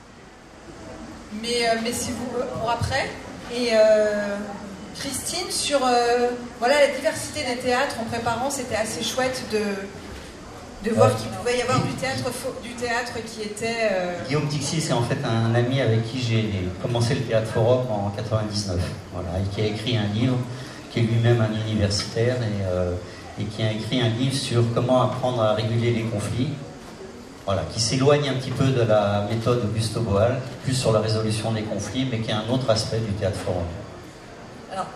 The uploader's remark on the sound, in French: Ecoutez cet extrait d'une conférence trop longue en durée pour l'enregistrer en entier. Festival de Avignon 2022.